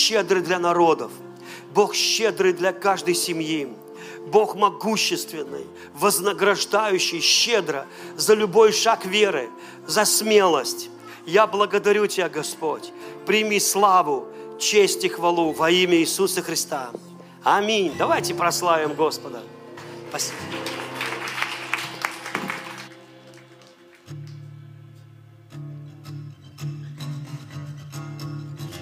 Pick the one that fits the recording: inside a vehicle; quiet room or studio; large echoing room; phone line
large echoing room